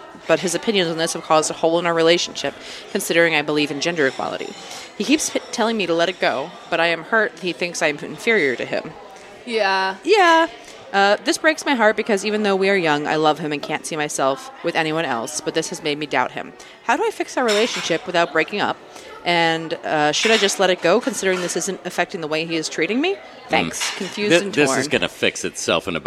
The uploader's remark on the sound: Live from Sizzler! LIVE from The Sizzler in Eagle Rock, CA.